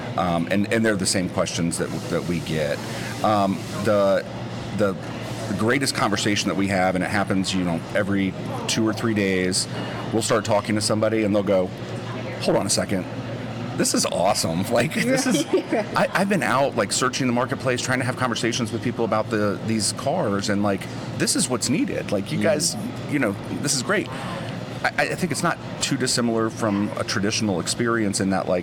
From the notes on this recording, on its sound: We recorded on-site at the NADA (National Automobile Dealers Association) convention in (rainy!) Las Vegas.